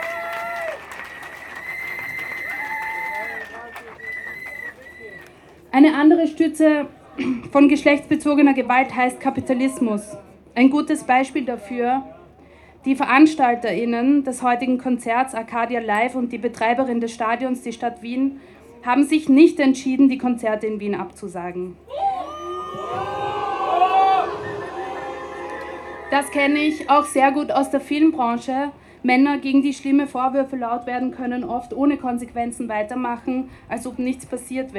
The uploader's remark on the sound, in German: Kundgebung vor …-Konzert in Wien. Rund 1200–1800 Personen demonstrieren in Wien vor dem …-Konzert gegen sexualisierte Gewalt. Unbearbeitete Aufnahme der Reden auf der Kundgebung (aus urheberrechtlichen Gründen ohne Musikbeiträge).